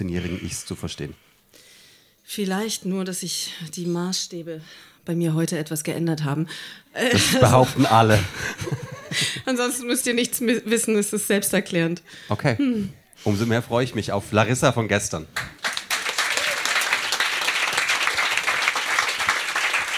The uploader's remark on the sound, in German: Im Monarch, Berlin. Texte von gestern“-Liveshow. Unser tolles Publikum.